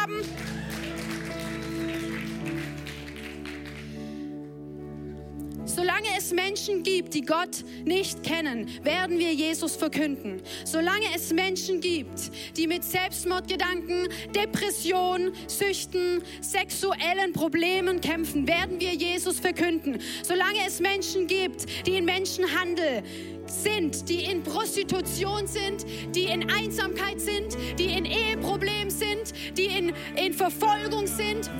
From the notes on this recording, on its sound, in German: Audiomitschnitt der Predigt vom 14.